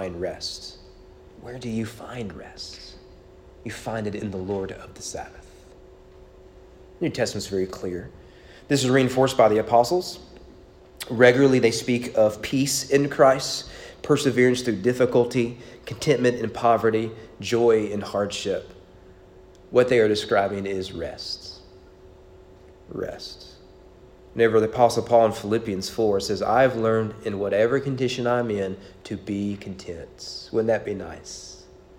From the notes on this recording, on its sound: Sermon preached at East Frankfort Baptist Church on October 12, 2021 during evening worship.